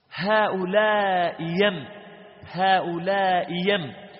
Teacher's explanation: قرأها بتحقيق الأولى وإبدال الثانية ياء